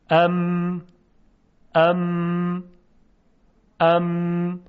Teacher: در تلفظ حرف میم لبها بسته میشه، منتها در این حالت صدا از دهان دیگه خارج نمیشه. یعنی لبها کنده نمیشن که صدا از دهان خارج بشه.